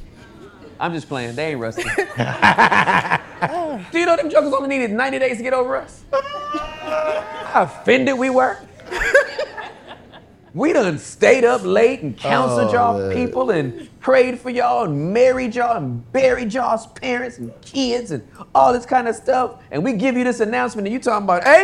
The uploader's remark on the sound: our very first Live Show